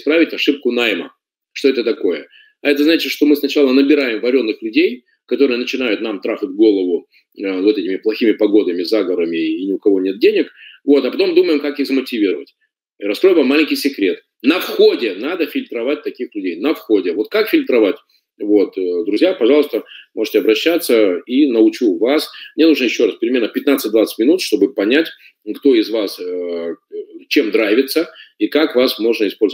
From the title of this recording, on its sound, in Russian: Запись вебинара